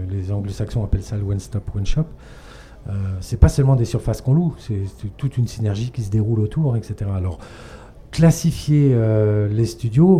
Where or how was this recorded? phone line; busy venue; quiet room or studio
busy venue